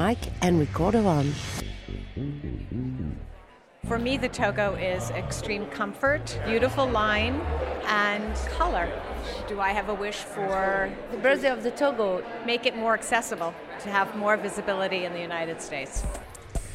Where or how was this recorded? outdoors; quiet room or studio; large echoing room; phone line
outdoors